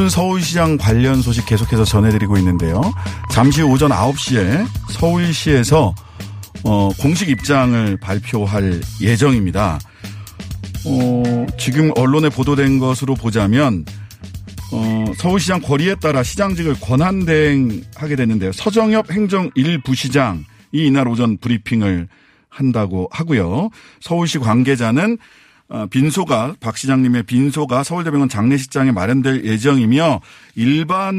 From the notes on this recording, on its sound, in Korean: 전화연결